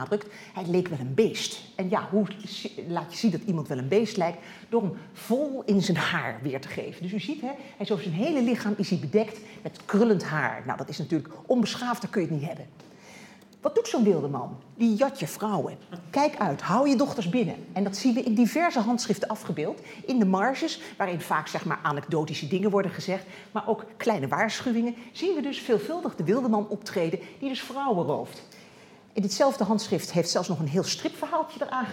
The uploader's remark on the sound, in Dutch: Deze lezing werd opgenomen in Museum Catharijneconvent. Is georganiseerd in het kader van de tentoonstelling Body language.